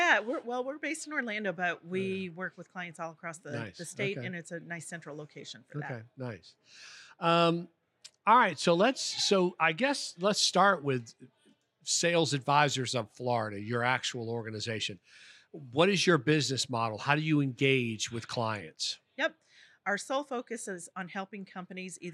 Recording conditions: busy venue